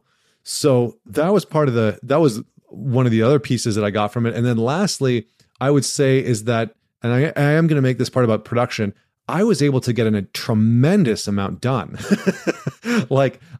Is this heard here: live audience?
no